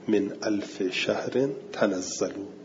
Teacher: اینها آیاتی که همه رو ابن کثیر اینجوری خونده که باید ته مشدد باشه